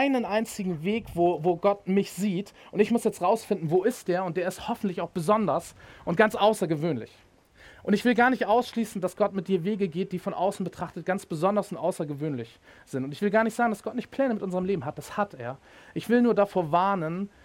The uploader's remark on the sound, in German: Predigt im Rahmen des GreifBar+ Gottesdienstes